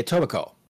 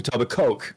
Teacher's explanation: We don't emphasize the Coke here, folks · Shown in: first take